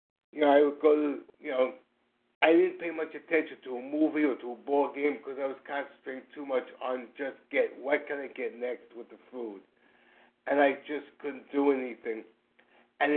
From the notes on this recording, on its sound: Qualification from the 100 Pounders Phone Meeting.